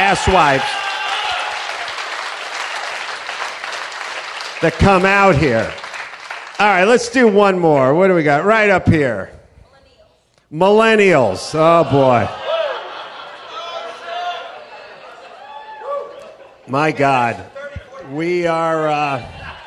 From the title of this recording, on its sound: Live from the Houston Improv